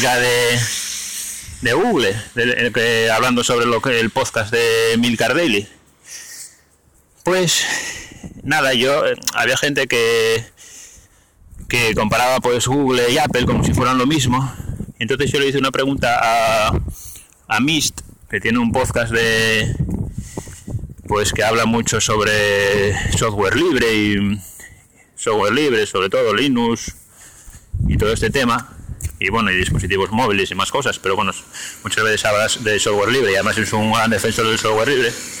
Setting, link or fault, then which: setting, outdoors